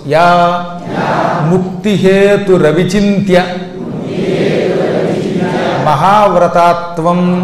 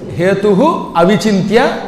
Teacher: ఆ విసర్గం ఉన్నప్పుడు ఆ వస్తే అది కాస్త రా అవుతుంది అనమాట · Shown in: first take · కాబట్టి రవి అనుకోకండి, అది రవి కాదు, సంధి వల్ల వచ్చిన రా.